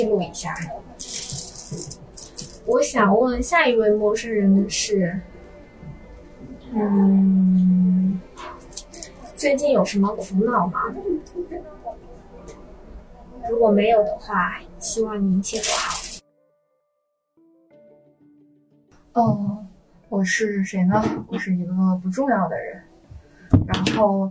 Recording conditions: background noise